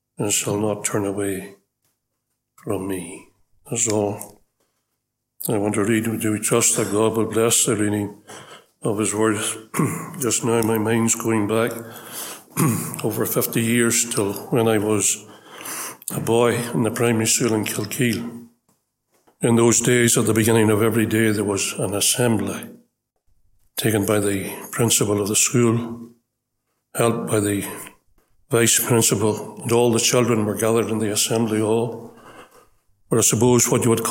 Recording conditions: large echoing room